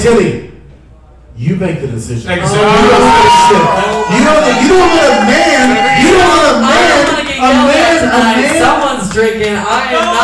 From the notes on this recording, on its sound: LIVE AT THE FURSHOP